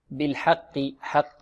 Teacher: الحاء مرقة والقاف في أقل مراتب التفخيم